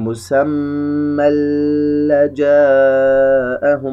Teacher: تنوين على كلمة مسمى وبعدها حرف اللام، إذن إدغام بغير غنة، لا نغن حرف اللام بغير غنة، لا نقول مسمى لجاءهم، خطأ، فقط نعطي الشدة حقها التي تأتت من الإدغام على حرف اللام.